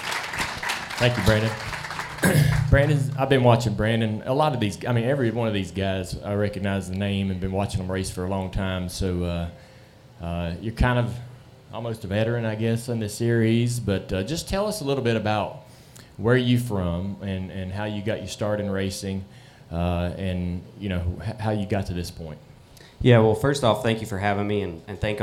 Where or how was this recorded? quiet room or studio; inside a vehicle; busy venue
busy venue